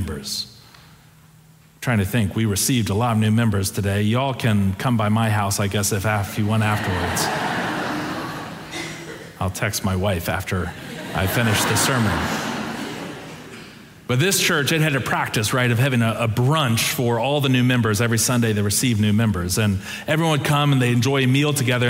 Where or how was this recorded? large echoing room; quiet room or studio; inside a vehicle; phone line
large echoing room